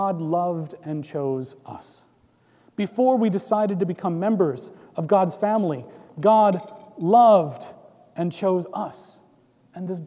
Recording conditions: large echoing room